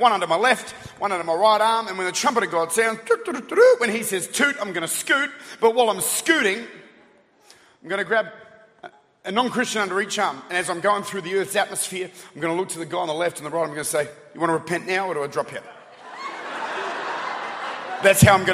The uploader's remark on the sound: Recorded at the Church at Chapel Hill in Atlanta, Georgia.